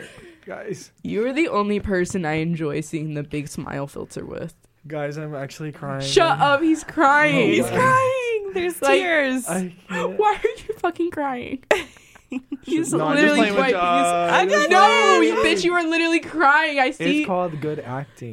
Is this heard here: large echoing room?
no